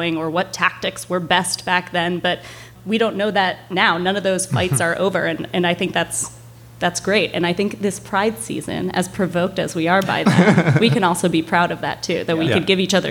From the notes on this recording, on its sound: Hosted a live show in New York City’s Joe’s Pub.